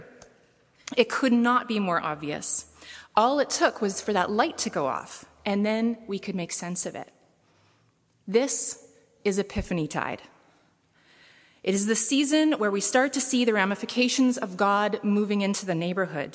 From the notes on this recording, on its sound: preached at saint benedict's table on January 22, 2017